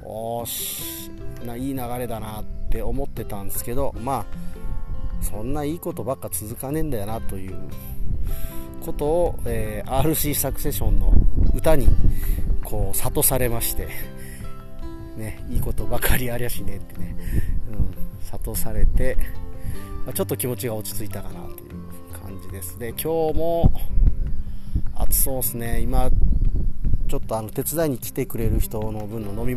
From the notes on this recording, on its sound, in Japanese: スマホ復活して久しぶりに畑で収録。